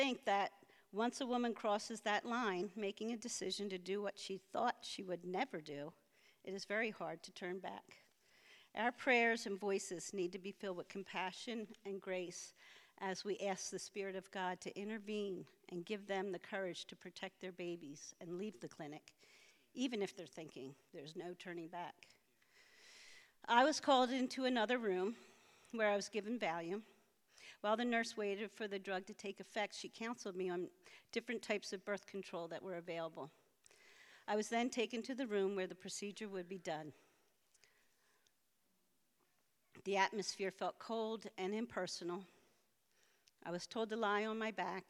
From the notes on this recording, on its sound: preached this sermon at Covenant Fellowship Church